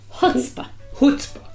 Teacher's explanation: So but in America, the accent's on the first syllable.